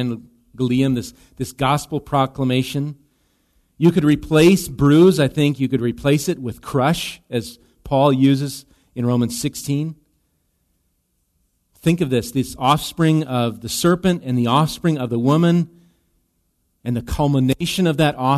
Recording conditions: large echoing room